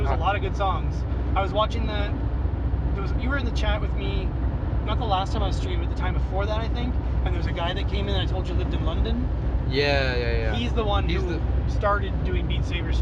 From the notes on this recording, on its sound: Record our conversation while driving back from the Niagara Video Game Swap.